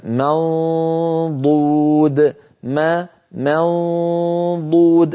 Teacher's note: المخرج الحرف الرابع عشر الضاد منضود، ما منضود، أنتقل من ميم مرققة إلى قرب مخرج الضاد من غير إغلاق ضو، فلما أصل إلى صوت الضاد أضغط وأغلق المخرج منضو، فلما أقول ضو عندئذ يكون الإغلاق ويكون نطق الضاد المستعلية المطبقة المستطيلة